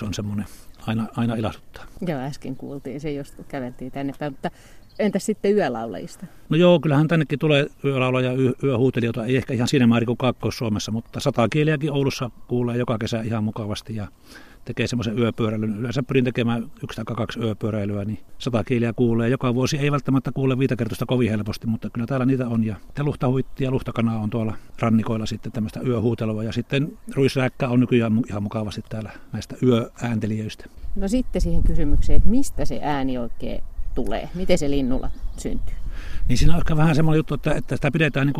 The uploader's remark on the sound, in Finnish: kävi Liminganlahdella jututtamassa